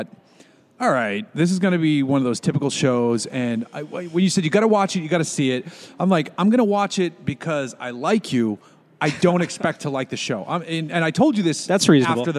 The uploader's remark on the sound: We're recording from a brewery - thanks again Four Sons Brewing !